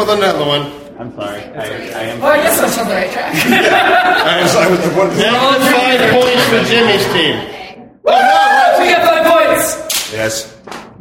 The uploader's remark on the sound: Recorded at Packrat Comics in October of 2016